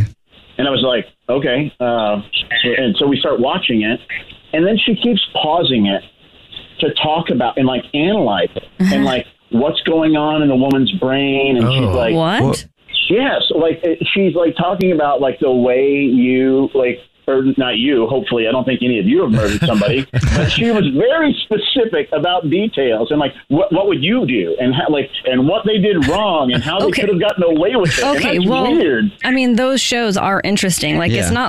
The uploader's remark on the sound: We get that other person on the phone